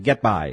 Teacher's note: o stress, ele vai no by, não no get.